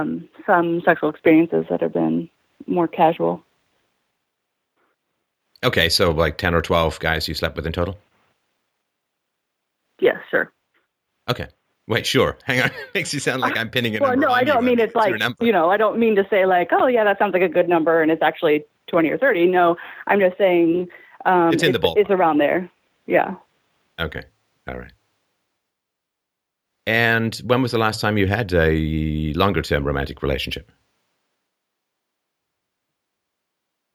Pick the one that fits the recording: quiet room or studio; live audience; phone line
phone line